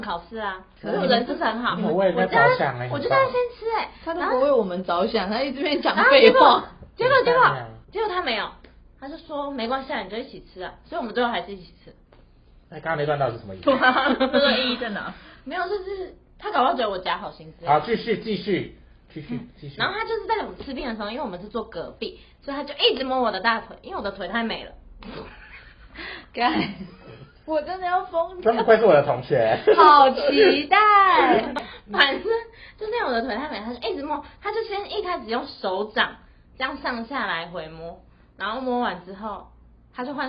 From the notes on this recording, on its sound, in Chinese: 本集有些許收音技術問題。吵鬧注意。